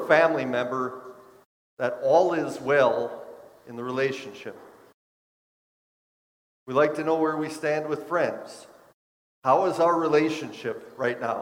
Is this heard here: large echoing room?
yes